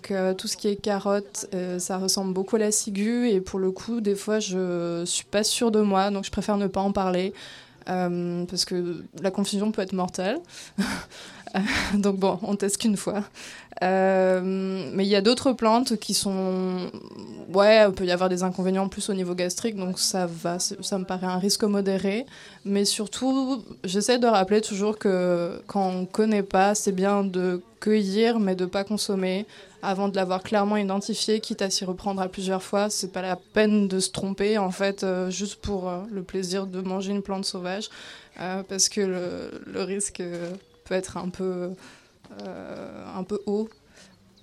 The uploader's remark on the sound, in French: Festival de Modavie 2023. Enregistrements réalisés pendant l'édition du festival de Modavie de mai 2023.